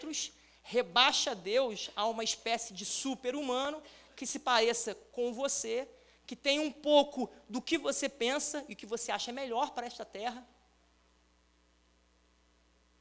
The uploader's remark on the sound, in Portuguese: Transmissão Ao Vivo do Culto de Domingo à Noite. Local: Rua Alexandre Fleming 243/ Igreja Reformare.